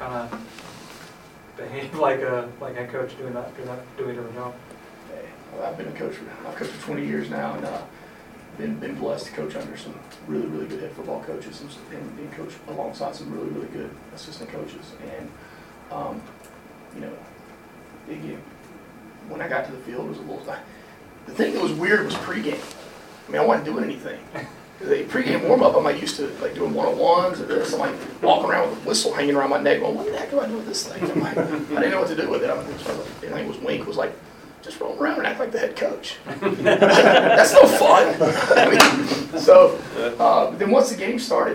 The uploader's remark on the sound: Postgame Press Conference